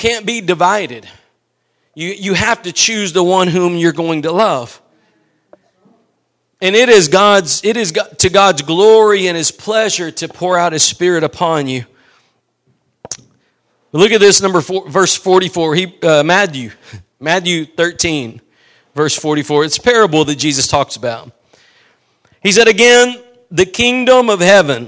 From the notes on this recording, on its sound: Preached at Gospel Lighthouse in Bossier City, La.